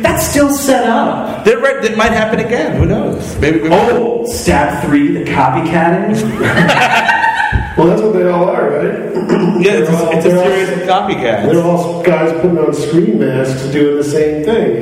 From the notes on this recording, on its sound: (LIVE). Recorded live (poorly) at the People's Improv Theater in New York City.